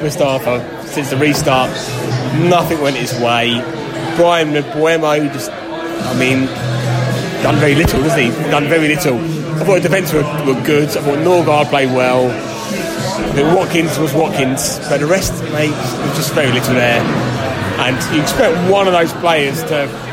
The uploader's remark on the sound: post-match podcast from the pub